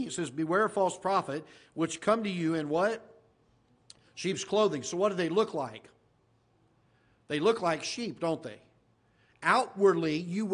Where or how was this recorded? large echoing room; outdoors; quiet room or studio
large echoing room